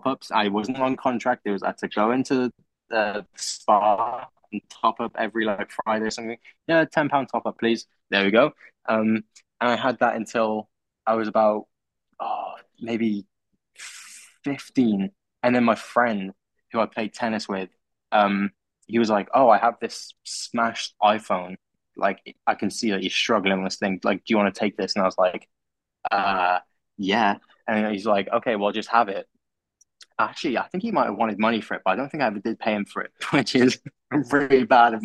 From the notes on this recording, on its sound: when we got off the Zoom call - Zoom which had both plagued us a lot that day